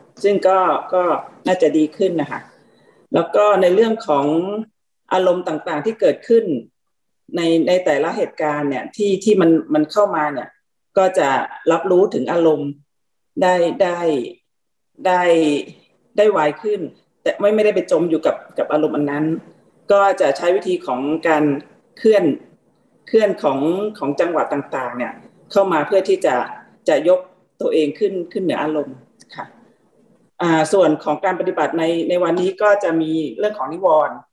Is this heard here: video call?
yes